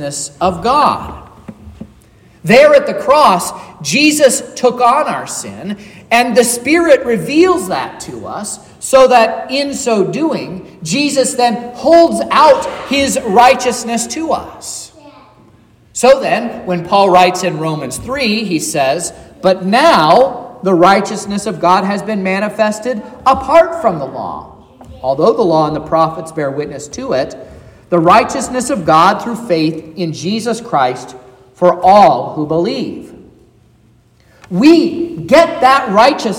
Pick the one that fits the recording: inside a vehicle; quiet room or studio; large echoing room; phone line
large echoing room